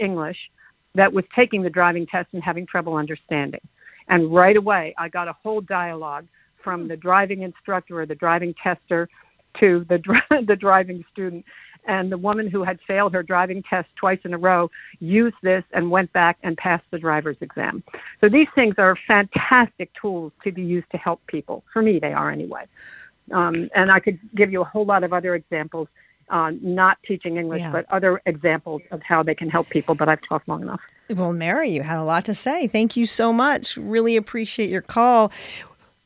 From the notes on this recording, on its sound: Listeners call in to share their experiences with AI at work.